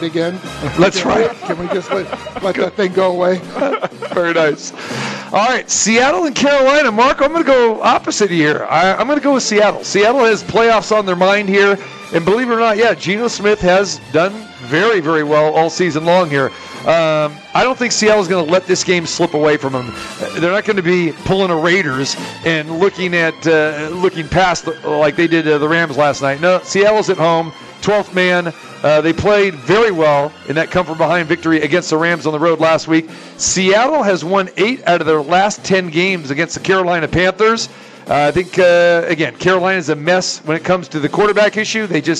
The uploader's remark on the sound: Live From The Westgate.